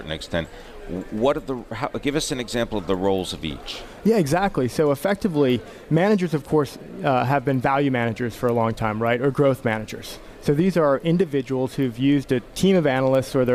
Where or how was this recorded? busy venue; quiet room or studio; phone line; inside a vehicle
busy venue